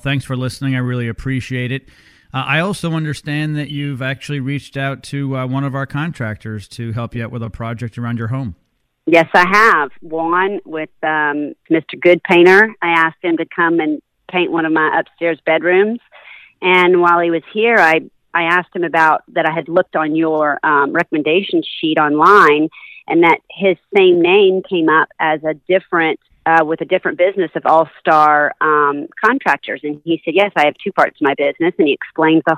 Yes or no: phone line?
yes